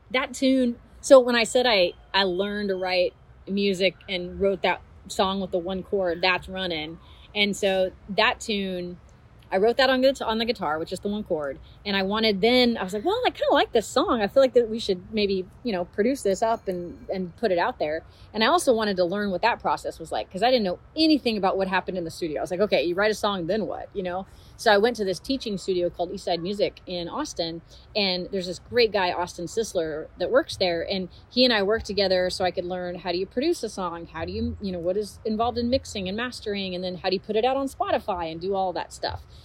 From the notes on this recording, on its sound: At the Bluffton Seafood & Arts Fest in Bluffton, South Carolina.